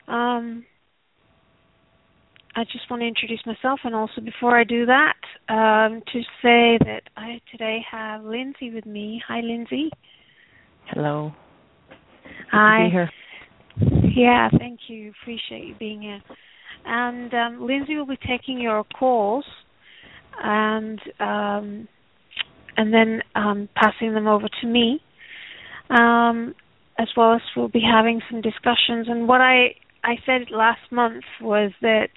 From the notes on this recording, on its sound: Takes Your Calls For Healing.